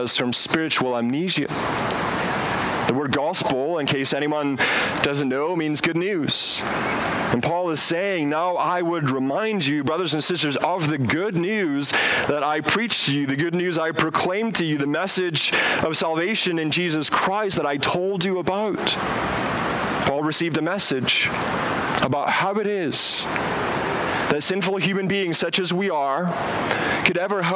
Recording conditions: outdoors